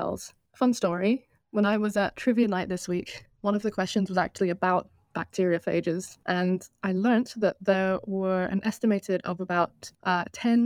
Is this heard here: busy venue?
no